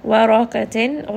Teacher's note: ra is going to be heavy, qaf is going to be heavy. Waraqatin illa, so this is going to be idhar, so this noon sound is going to be very clear.